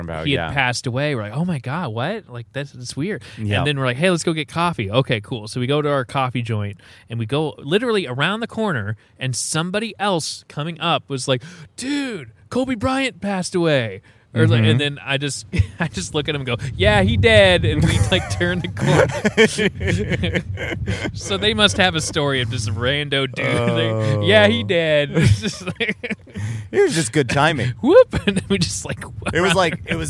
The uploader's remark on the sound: Live from the backyard!